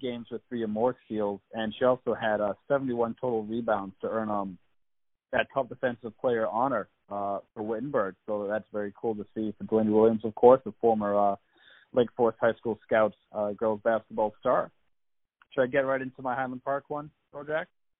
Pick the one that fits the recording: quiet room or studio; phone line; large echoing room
phone line